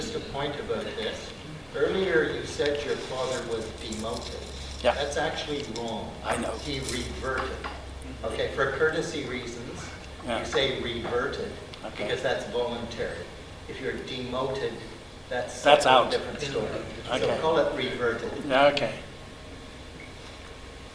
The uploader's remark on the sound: Live at the Wings Over New Zealand Forum Meet. Recordings from the Wings Over New Zealand Forum Meet 2014 held at Karapiro, Cambridge, New Zealand.